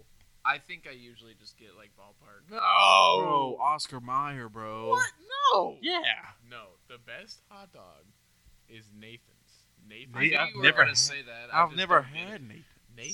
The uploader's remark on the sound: Still working on getting the audio right, next episode should be better